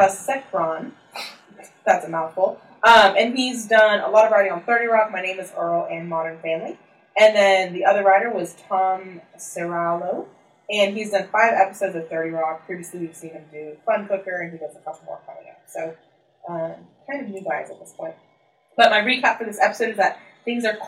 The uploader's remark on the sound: Today we have sound problems! We had some major technical/microphone difficulties this week, so the sound quality is similar to that of an old school "Speak and Spell".